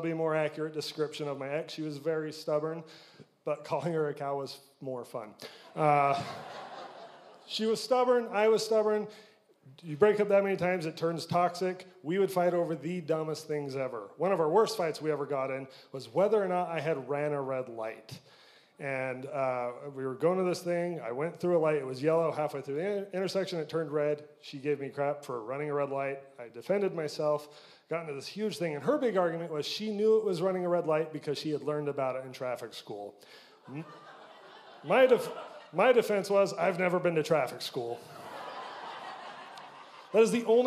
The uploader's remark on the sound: Recorded live at The Electric Theater in St George Utah.